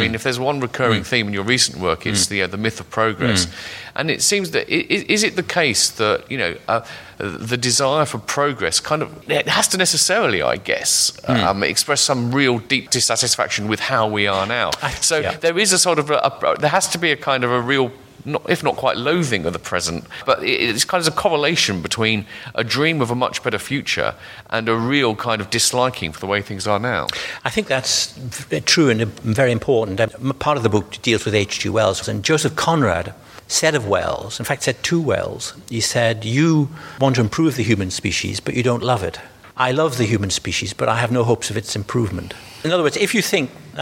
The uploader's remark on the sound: The podcast was recorded at the Bristol Festival of Ideas in May, at the Arnolfini . The podcast was recorded at the Bristol Festival of Ideas in May, at the Arnolfini .